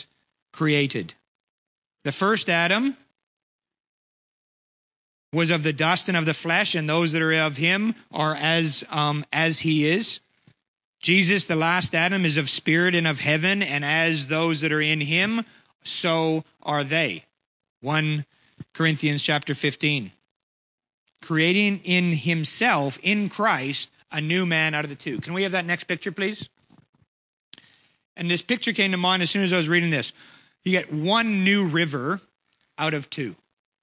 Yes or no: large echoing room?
yes